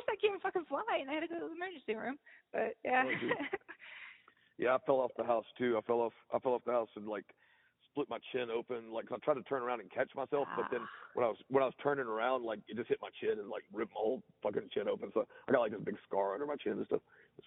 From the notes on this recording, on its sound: answered the Groovy Ghoul podcast phone call